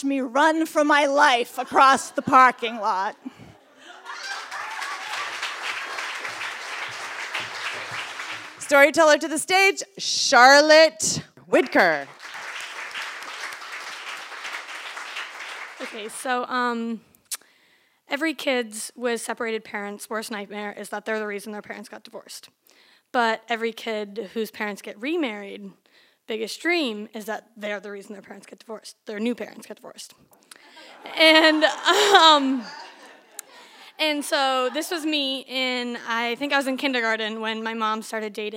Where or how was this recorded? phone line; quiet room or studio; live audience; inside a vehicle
live audience